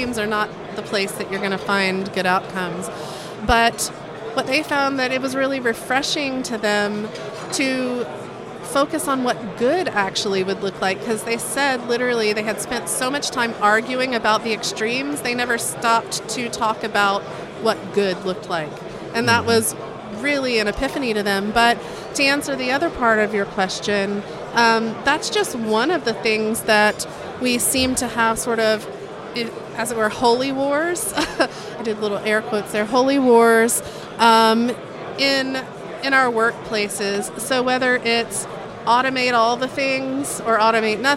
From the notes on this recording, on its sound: Recording location was the DevOpsCon 2019 in Munich.